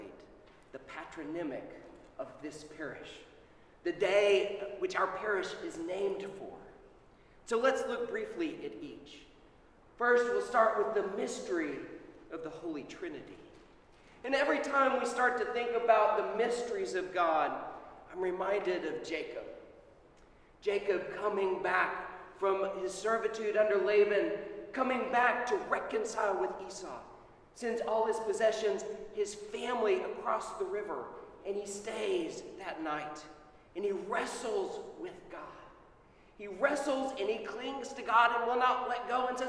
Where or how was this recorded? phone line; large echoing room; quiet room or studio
large echoing room